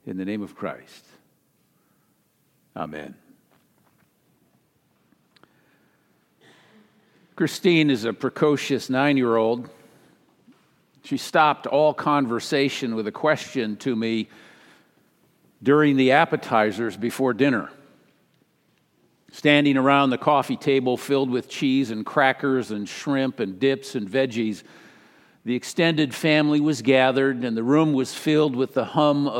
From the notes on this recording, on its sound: Sermon delivered during the Traditional Worship service.